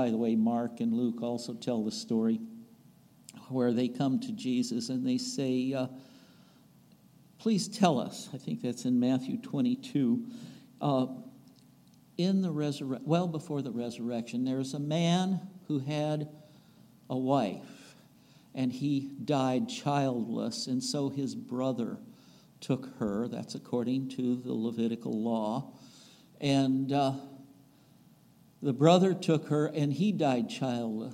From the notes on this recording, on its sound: recorded on September 3, 2022, at the Ringgold Seventh-day Adventist Church